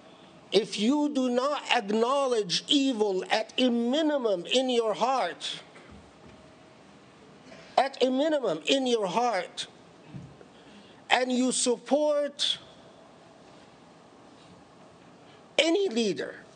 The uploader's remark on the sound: Delivered at the Islamic Center of Southern California, Los Angeles, CA on 12 October 2018.